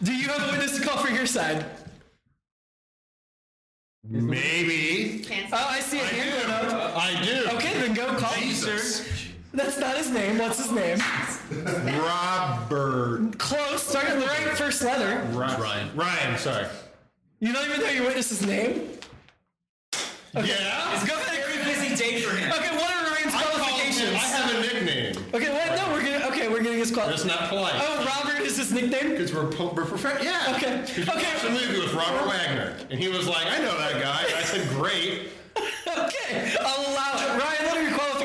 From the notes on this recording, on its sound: LIVE from PACKRAT COMICS! Recorded Live at Packrat Comics.